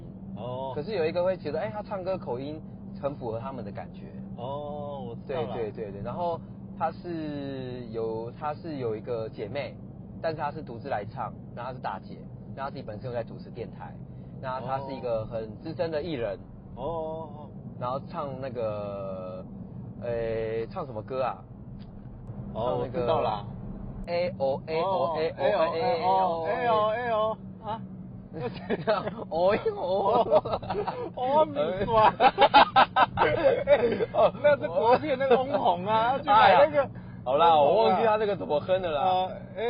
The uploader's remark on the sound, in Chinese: 兩人在車上聊著2023年度的最愛歌手TOP3。我們嘗試看看新的錄音風格～。這麼REAL、環境音這麼吵的Podcast只有這裡有喔！